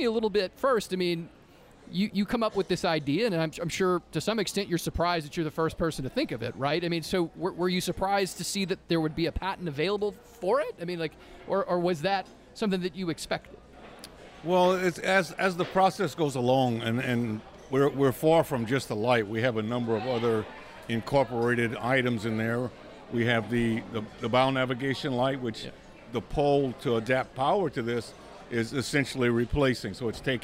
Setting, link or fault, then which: setting, busy venue